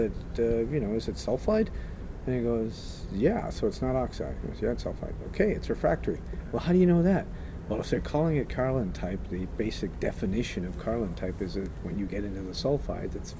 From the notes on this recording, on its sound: at AME BC's Roundup 2017 conference